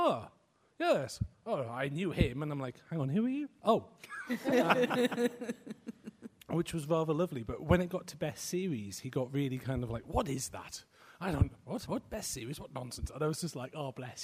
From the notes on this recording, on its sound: Live from Harrogate - Eastercon Special. A special live version of the popular book podcast, presented at Follycon 2018.